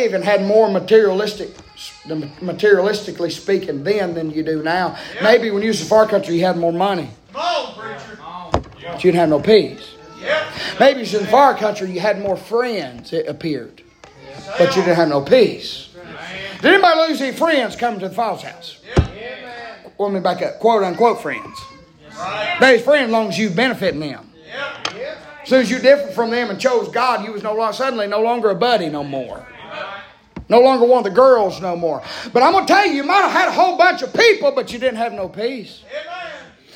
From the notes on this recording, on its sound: preaching live from Still Water Baptist Church